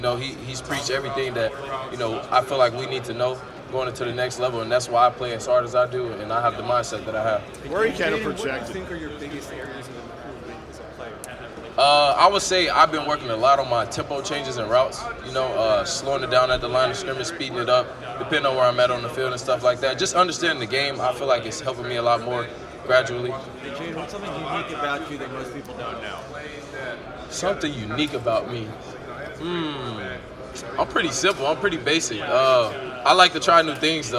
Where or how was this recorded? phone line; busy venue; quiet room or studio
busy venue